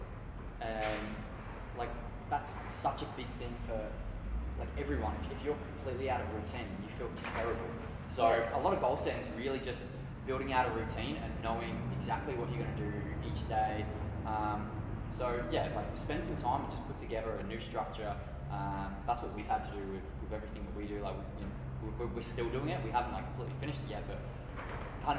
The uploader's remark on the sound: Apologies for the poor audio, bare with us, this podcast was off the cuff.